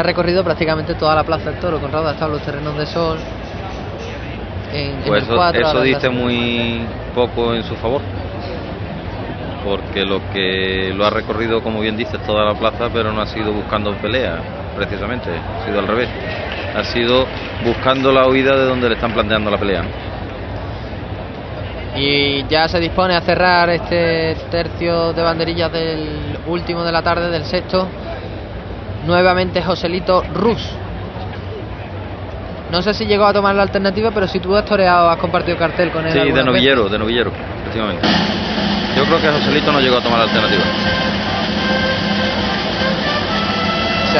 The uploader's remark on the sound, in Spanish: Retransmisión en directo de la primera corrida de la Feria Taurina 2011